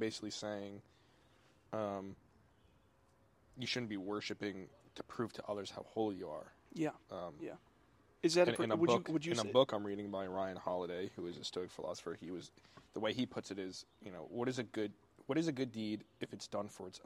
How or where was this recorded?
outdoors